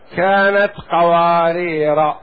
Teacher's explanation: وإذا وقفت: كانت قوارير، يعني بدون ألف، قوارير من فضة. إذا وقفت تقف بدون ألف